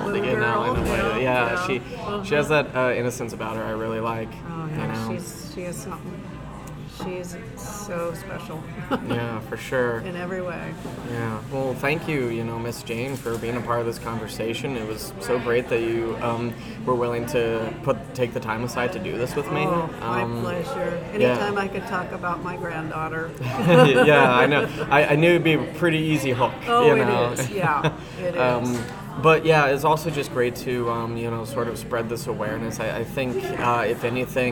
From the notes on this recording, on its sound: Apologies for the loud background noise.